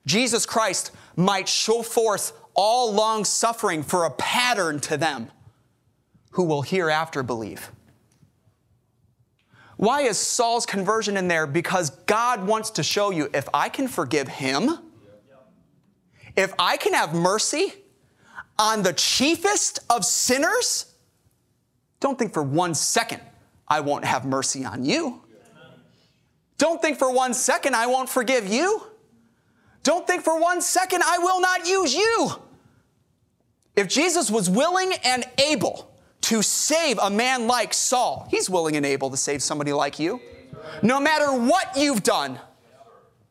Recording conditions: large echoing room